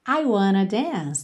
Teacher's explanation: No connected speech, I want a dance, pode soar, I wanna dance.